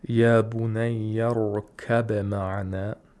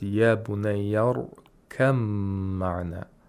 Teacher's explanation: Ba and meem, they have the same place of articulation. We could say mutajanisain even. · Term: idgham of mutaqaribain